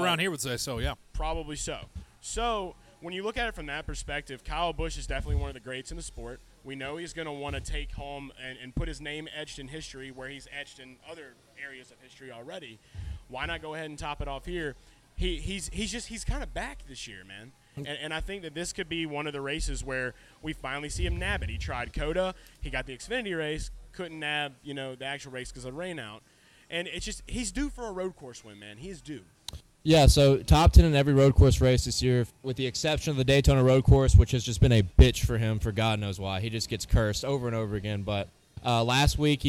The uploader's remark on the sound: LIVE from Hooters in Downtown Indianapolis